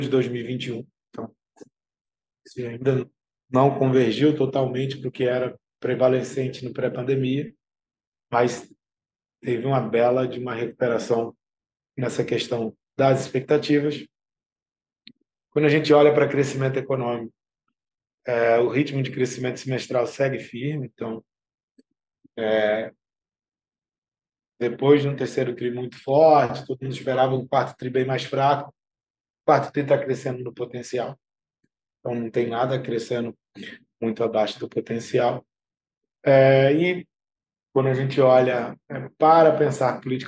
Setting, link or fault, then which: link, video call